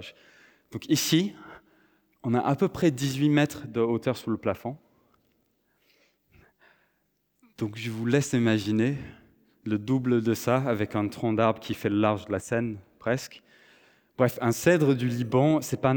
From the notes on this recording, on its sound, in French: Enregistré à l'église CVV, le 24/09/2023